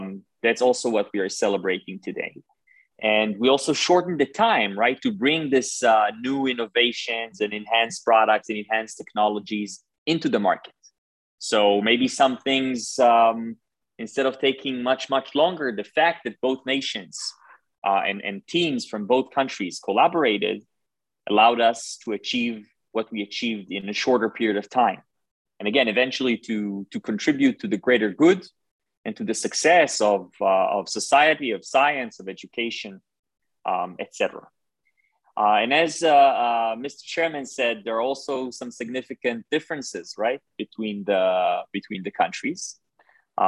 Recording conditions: video call